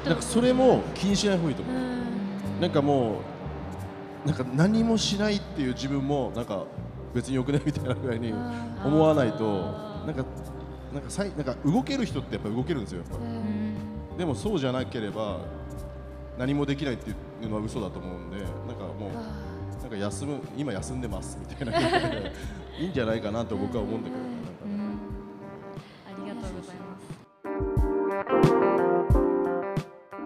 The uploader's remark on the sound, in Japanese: 富山まちなか学生EXPO 2023・公開収録。慣れない公開収録に加えて緊張と感動でドキドキしまくりでしたが。